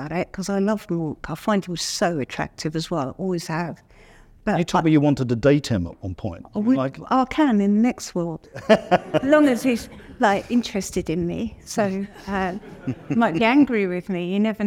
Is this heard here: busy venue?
yes